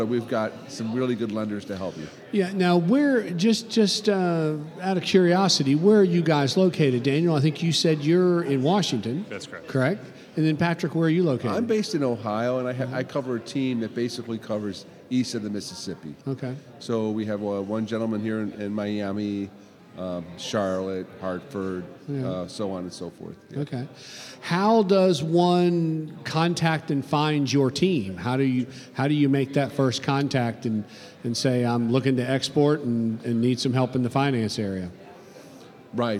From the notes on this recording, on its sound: Broadcasting live from the Florida Association of Government Guaranteed Lenders Conference. Recorded live at this year’s FLAGGL Small Business Lender’s Conference hosted at The JW Marriott Orlando, Grande Lakes.